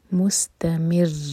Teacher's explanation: اگر ہم صرف کہیں گے مستمر تو ہم نے ایک را پڑھا، دونوں را کو واضح کرنا ہوگا تو تھوڑا سا ایکسٹرا ٹائم دیں گے. مستمر اسٹرانگ را.